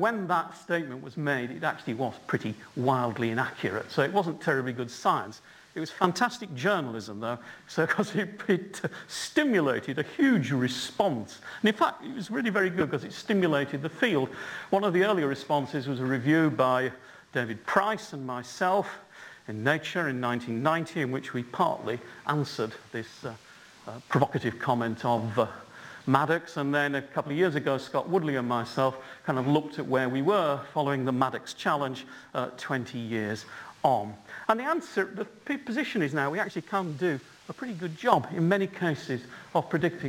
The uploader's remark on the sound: UCL Lunch Hour Lecture